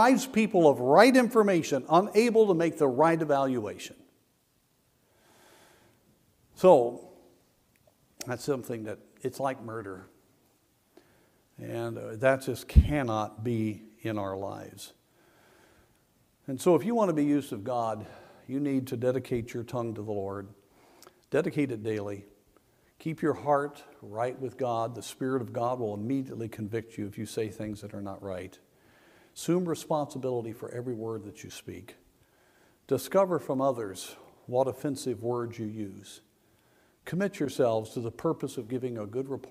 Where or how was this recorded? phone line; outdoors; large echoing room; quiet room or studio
large echoing room